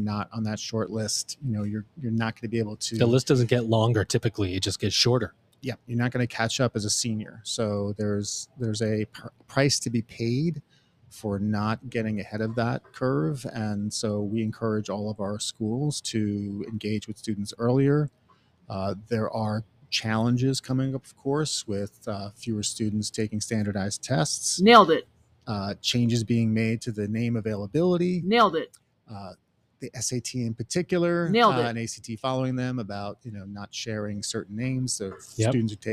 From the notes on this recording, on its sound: LIVE From Element451's 2023 ENGAGE Summit. In Raleigh, North Carolina.